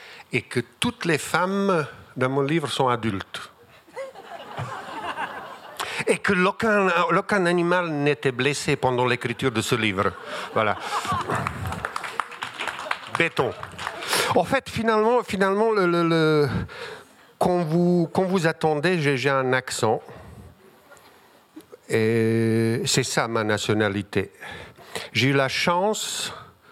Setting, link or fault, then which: setting, busy venue